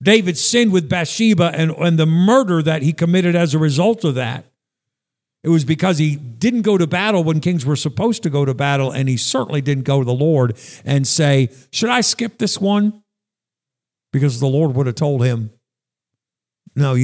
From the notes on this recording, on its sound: Sunday morning message at Northeast Baptist Church, Danbury, CT